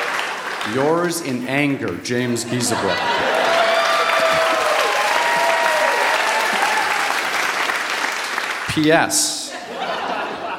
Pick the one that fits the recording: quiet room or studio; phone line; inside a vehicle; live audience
live audience